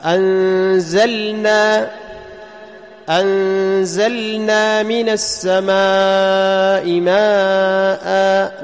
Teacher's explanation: طيب على سبيل المثال، مثلا في اللام، مثل أنزلنا، أنزلنا من السماء ماء، لاحظ اللام، أنزلنا من السماء ماء، تجد اللام يجري معه الصوت جريانا جزئيا، جريان غير تام · Term: التوسط